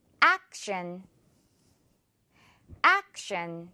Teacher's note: 영어로 발음을 할 때는 이 act 부분 조금 더 입을 크게 길게 늘어뜨려서 act 이렇게 발음해주면 돼요